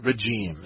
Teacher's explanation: It's just an SH sound with a sound in your throat. Shh. That's all there is to it. · Term: je sound